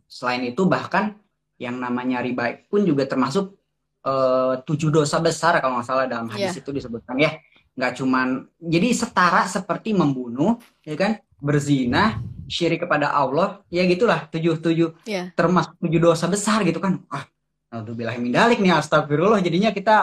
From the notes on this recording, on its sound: Via IG Live.